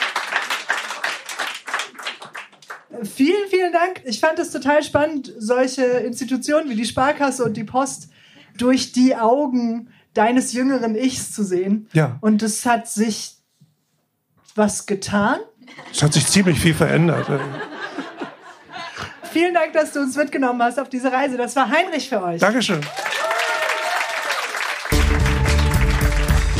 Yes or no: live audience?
yes